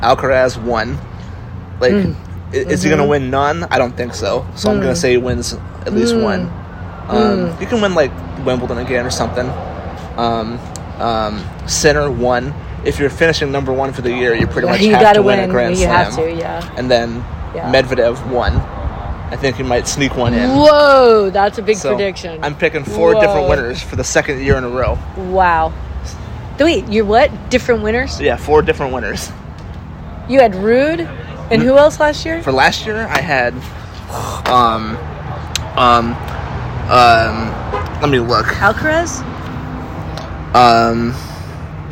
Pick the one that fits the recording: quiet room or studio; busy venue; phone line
busy venue